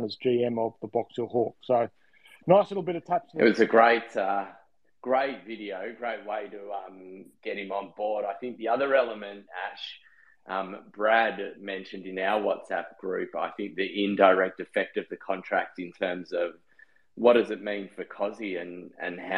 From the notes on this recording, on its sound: live on Twitter Spaces each week